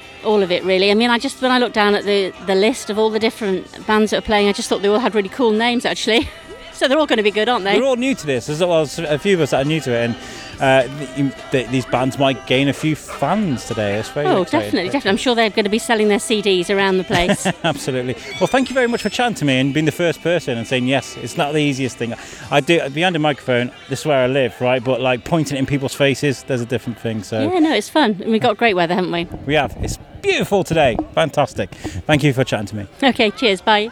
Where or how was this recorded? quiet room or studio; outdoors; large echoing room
outdoors